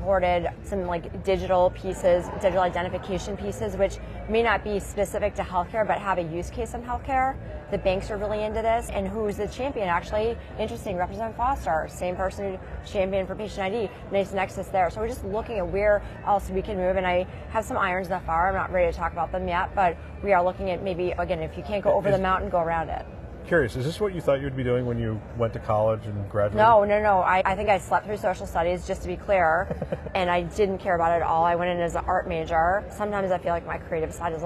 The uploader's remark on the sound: an Interview in Action live from ViVe 2023